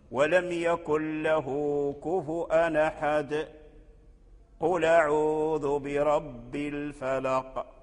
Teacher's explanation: هذا الوصل، أي لم يسكت، يعني لم يسكت، فوصل الصورة بالصورة